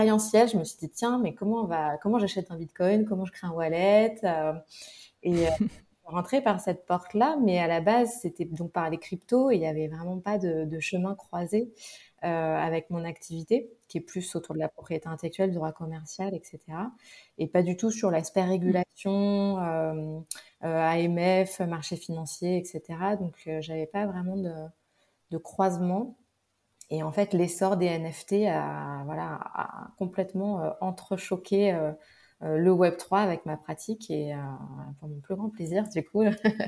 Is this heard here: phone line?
no